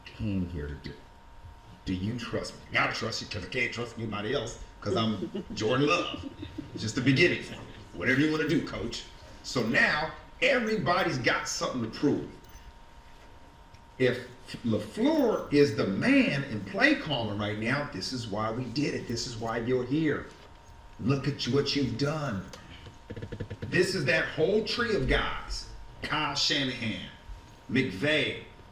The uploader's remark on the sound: The Mac Theatre, Belfast for our biggest ever event. SORRY FOR THE AUDIO QUALITY.